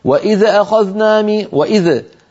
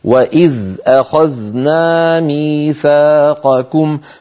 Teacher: فعلينا أن ننطق هاتان الذالان من غير اهتزاز · Shown in: second take